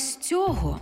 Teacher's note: Тому що займенник без прийменника хоч й має наголос на закінченні, але з прийменником у тому ж відмінку на основі.